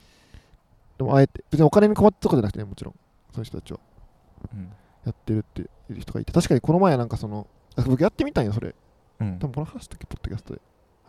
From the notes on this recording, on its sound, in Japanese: 今回は河川敷収録